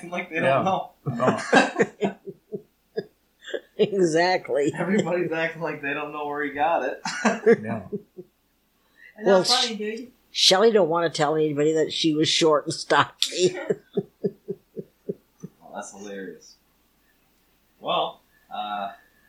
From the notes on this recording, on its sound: This is the second recording with my Grandma and Grandpa together. It is shorter than I would have liked and audio quality is not the best, but I cleaned it up the best I could.